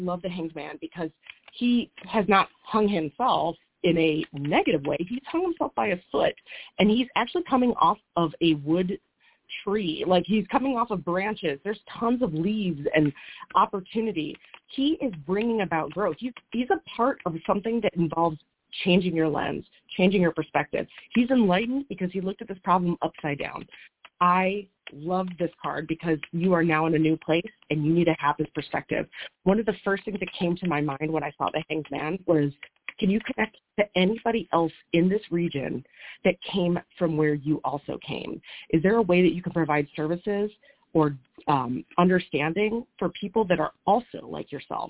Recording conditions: phone line